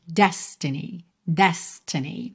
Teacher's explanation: normalmente, a sílaba tônica dessa palavra é a primeira